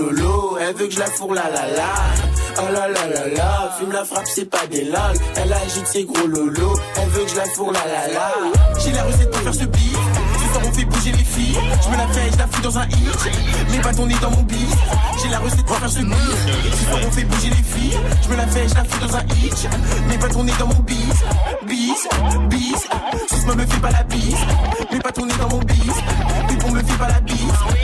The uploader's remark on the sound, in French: Snap'n'Mix était en direct du Printemps de Bourges